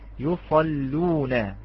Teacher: ترقق لا تغلظ، مرققة لأن اللام مضمومة